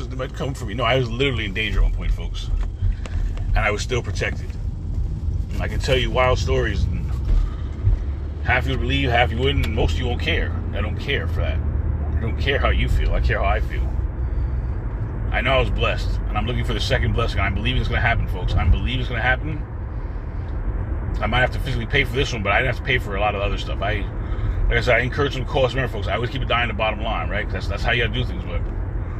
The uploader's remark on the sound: In this CarCast